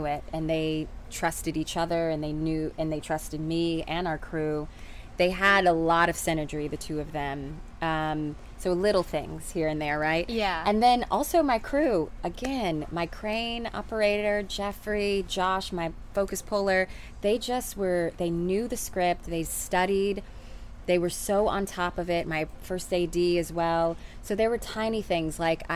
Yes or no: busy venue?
yes